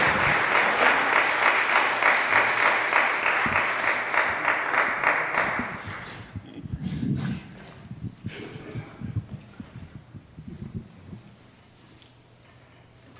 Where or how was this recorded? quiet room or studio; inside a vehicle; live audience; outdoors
live audience